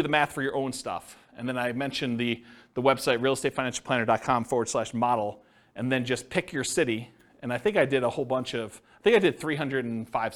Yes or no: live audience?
yes